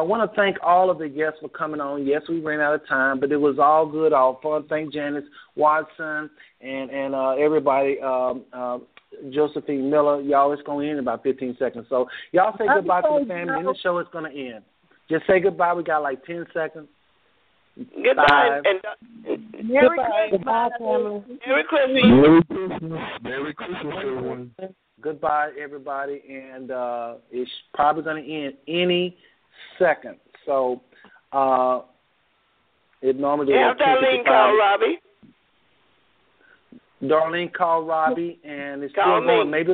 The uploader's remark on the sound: THIS OLDER SHOW HAD THE MOST FAMILY ON THE PHONE LINE WITH OVER 6 GUEST AND LOTS OF DIALOGUE.